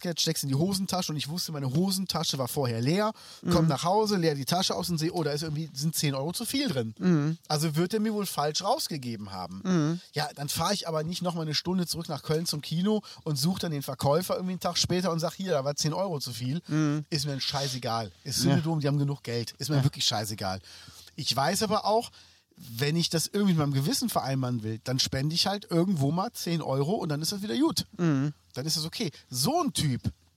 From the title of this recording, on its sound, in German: Outdoor Spezial